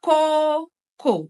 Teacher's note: So in this word, the stress is on the first syllable. Both sound O-O.